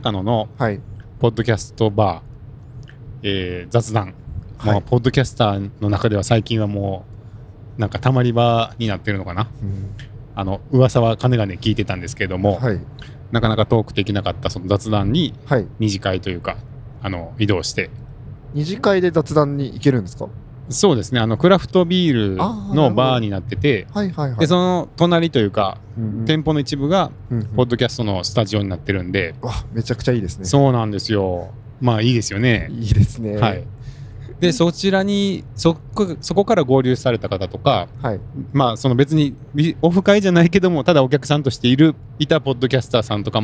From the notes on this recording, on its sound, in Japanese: オフ会の感想を、帰りの車の中で収録しました。